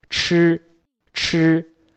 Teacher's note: 舌尖上翘，抵住我们的上面的硬腭 · Term: 翘舌音